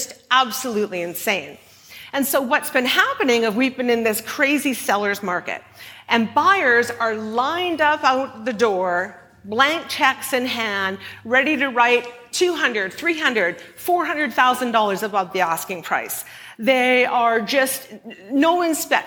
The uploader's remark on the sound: at a Shine Live event